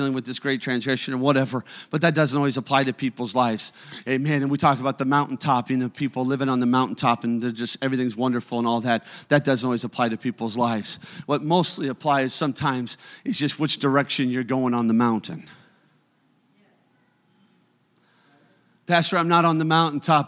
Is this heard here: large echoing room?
yes